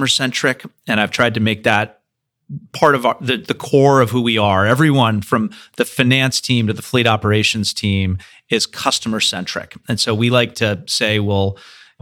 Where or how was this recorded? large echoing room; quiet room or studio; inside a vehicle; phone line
quiet room or studio